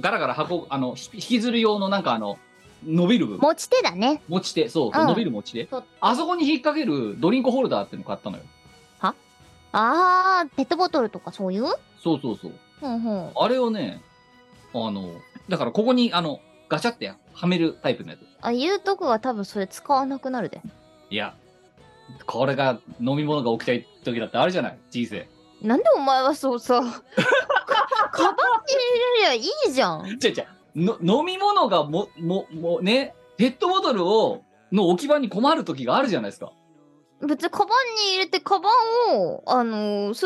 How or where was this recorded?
video call